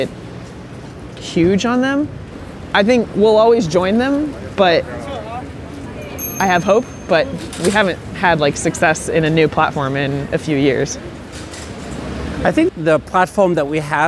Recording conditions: outdoors